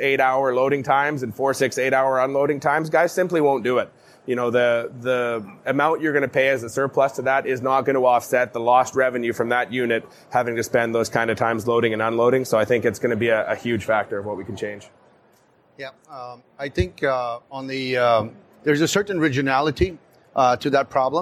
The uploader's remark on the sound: LIVE! From the CPMA Trade Show Floor